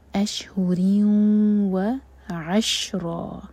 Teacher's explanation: یہاں پر رکیں گے تو رو دو حرکہ کھینچیں گے اور رو ہیوی ہے